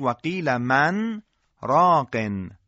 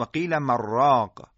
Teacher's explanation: در صورت عدم سکت حرف نون در را ادغام میشه و کلمه مراق ساخته میشه · Shown in: second take